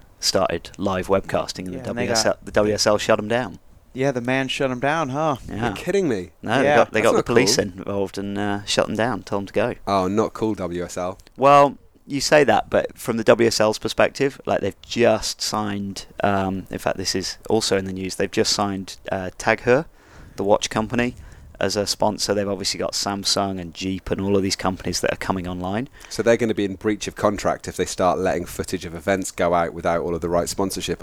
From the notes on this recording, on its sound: Recorded live from the beach in Nicaragua.